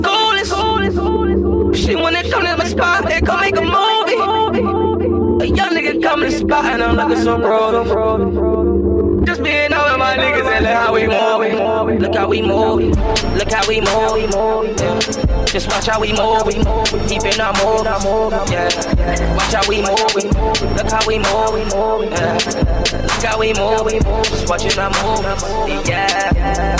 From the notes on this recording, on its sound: record live from The Public's first ever Buffalo Cultural Showcase